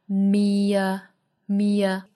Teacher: me a, made me a, me 和 a 之间一定要做连读，因为它们属于一个一群。那连读呢，这时候属于元音和元音的连读，我们同样借一个小的辅音 y 来连贯 me a, me a,我们仔细听歌里唱的也是同样是有一个小的 y 的音 you made me a, me a,You